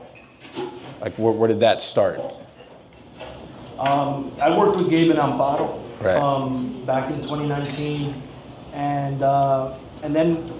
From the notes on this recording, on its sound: In our fifth installment of Pan Con Podcast Live (presented by Front Of The House) , we hosted a four course dinner for guests. The dinner was held at The Gibson Room. It was an honor to have this reading — and the discussion in this episode — at the core of one of our live recordings.